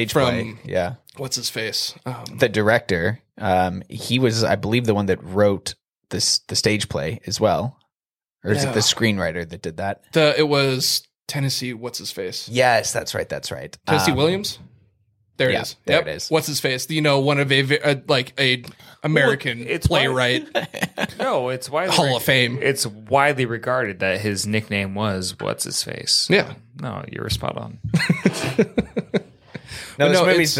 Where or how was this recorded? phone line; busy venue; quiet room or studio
quiet room or studio